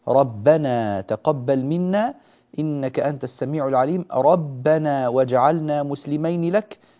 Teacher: كلمة ربنا لا يجوز تفخيم الباء هنا وملء الفم بالهواء، فلا نقول ربنا تقبل منا، ربنا واجعلنا. ملء الفم بالهواء هكذا يجعل حرف الباء مفخما، وهذا لا يصح